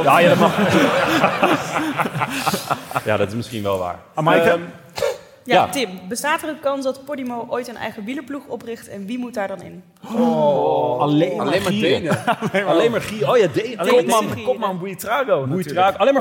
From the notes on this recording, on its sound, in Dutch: opname van de Vuelta 2022 Live Extravaganza